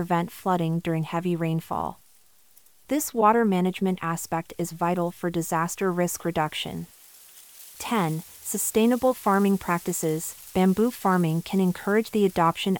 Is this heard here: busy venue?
no